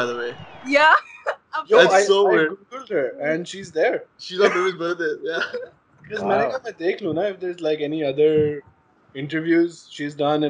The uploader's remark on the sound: Skype really did a number on us in this so the video has half-decent image quality but poor video quality, and the audio isn't great either.